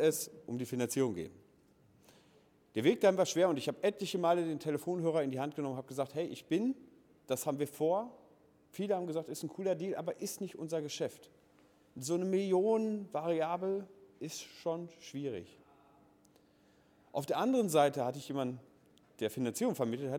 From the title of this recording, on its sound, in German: Vortrag des Gründers beim Immobilienstammtisch Heilbronn